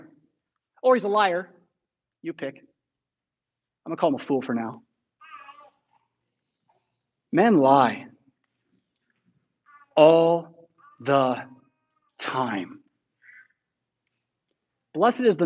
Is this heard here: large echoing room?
yes